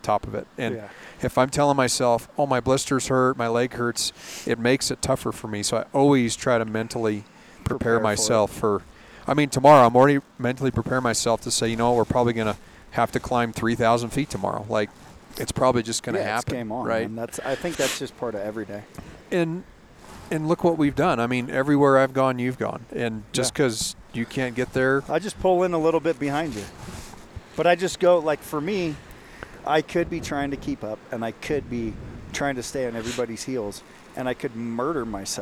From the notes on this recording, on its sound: Live From Camp Ibex